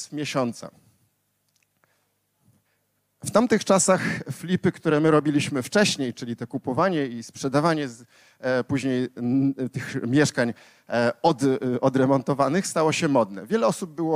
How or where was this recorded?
live audience